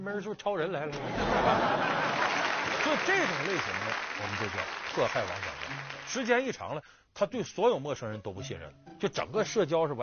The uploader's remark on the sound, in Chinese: 還有聽故事的觀眾